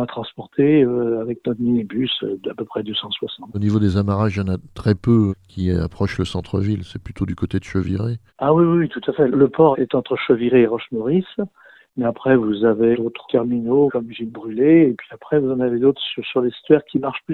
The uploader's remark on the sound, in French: Nous avons joint par téléphone. Radio AlterNantes FM.